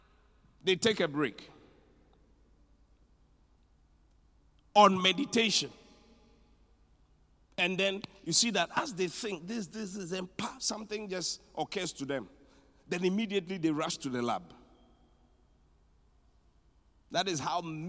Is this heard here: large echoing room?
yes